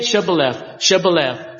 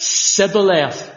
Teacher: The men of Ephraim couldn't pronounce that sh sound. They could say s. That's all they could say.